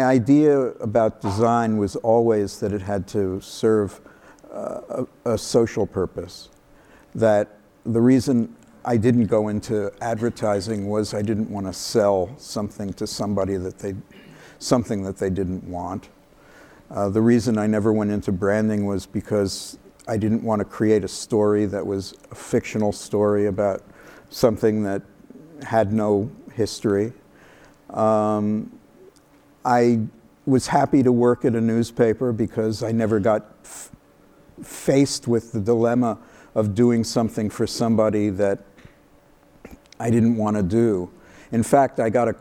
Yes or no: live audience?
yes